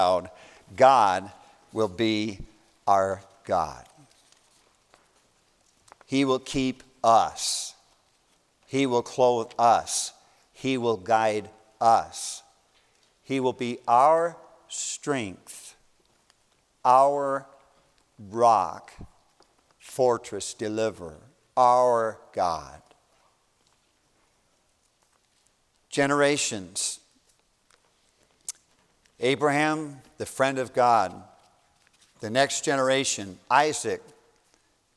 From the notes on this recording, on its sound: A message preached as a part of the New Life Meeting at Baptist College of Ministry